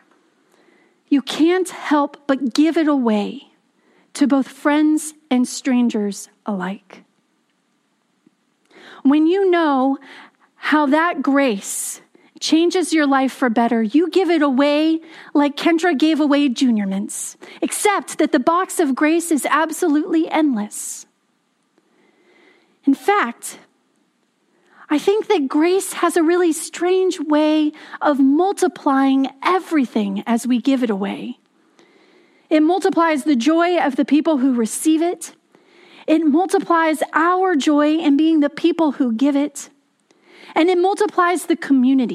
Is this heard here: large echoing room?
yes